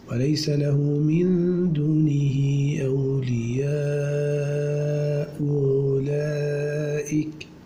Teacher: أما الرويسي بتسهيل الهمزة الثانية